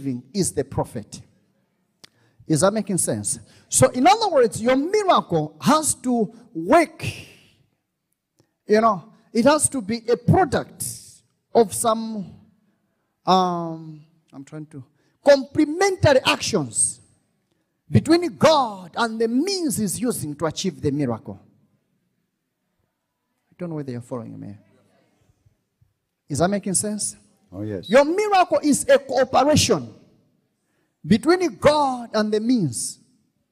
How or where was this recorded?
large echoing room